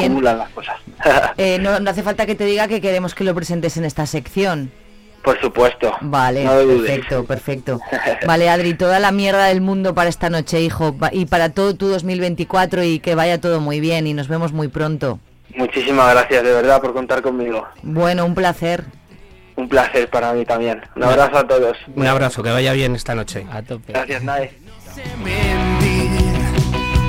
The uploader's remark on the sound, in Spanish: Hoy nos visita en el estudio el músico zamorano. Hablamos por teléfono.